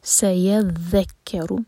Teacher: سین کے لیے سیٹی والی آواز آنی چاہیے